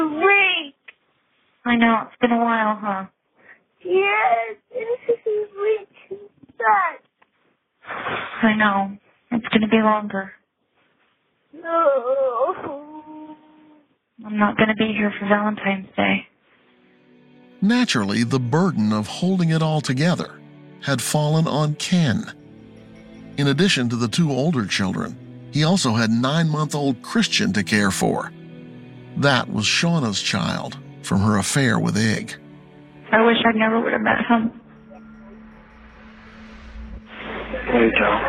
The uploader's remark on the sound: Recorded phone calls from a suspect in jail